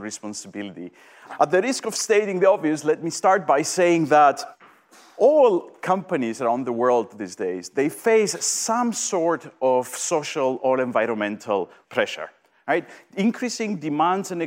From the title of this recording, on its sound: Event audio